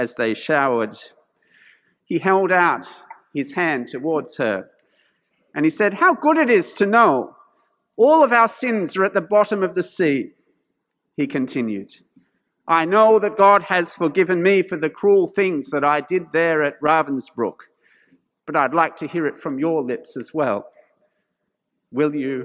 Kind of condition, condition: setting, large echoing room